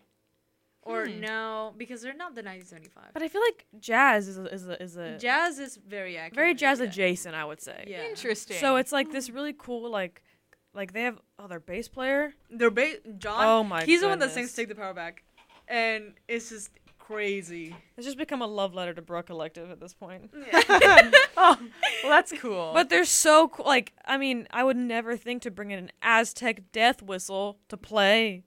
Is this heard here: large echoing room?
no